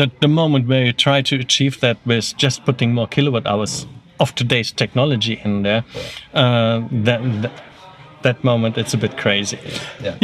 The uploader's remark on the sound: For this year’s Goodwood Festival of Speed, we took our microphones with us and shoved them in the faces of some of the most powerful and interesting people behind the most exciting cars in the world.